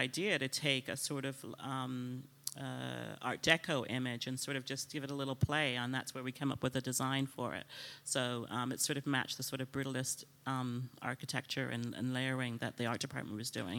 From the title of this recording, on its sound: LIVE at Toronto Fashion Week